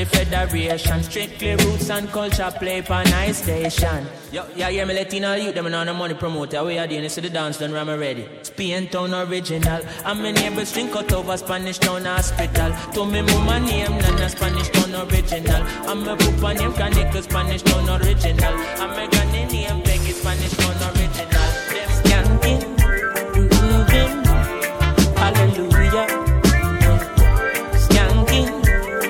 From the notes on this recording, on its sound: Live audio from island saturdays on june 30.